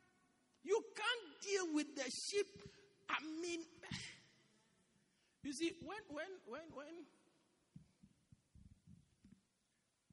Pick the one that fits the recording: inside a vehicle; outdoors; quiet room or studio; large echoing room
large echoing room